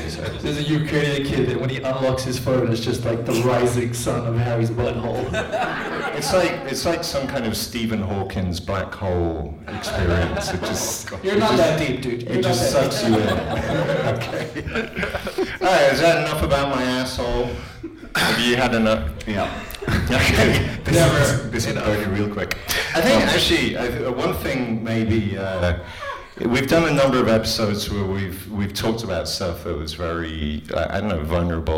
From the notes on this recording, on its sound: This was recorded live in front of an audience at our beloved ComedyHaus in Zurich. Fucked up the audio a bit so with some help from down-under this is now half way listenable (we think).